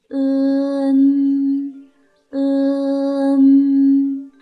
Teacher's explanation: 舌尖直接向上齿龈运动，舌前部和上齿龈闭合，封闭口腔通路 · Term: 前鼻韵母 n